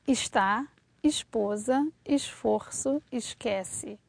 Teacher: at the end of a syllable, when that S is before a voiceless consonant, it sounds like the American SH